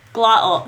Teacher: I just glottal stop the T